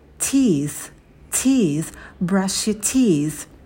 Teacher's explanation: в конце у нас межзубный звук с, кончик языка между зубами, и мы выдыхаем воздух. Teeth, teeth, brush your teeth.